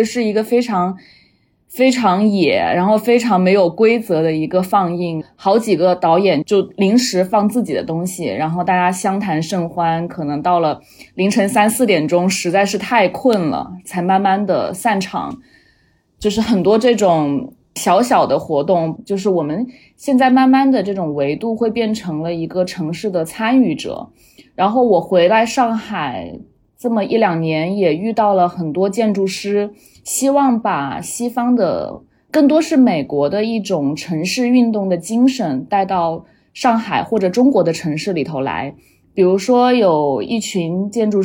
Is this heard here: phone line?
no